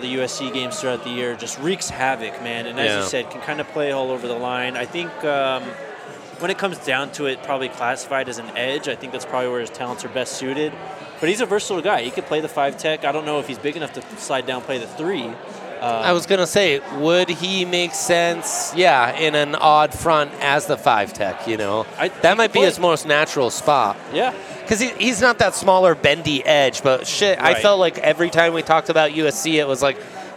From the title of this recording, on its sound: Live from Breckenridge Brewery